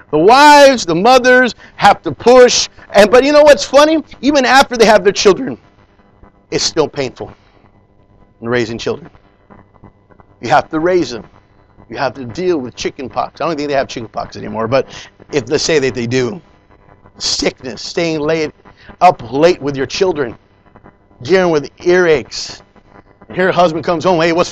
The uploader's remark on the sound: Preached in Leon Valley Church San Antonio,TX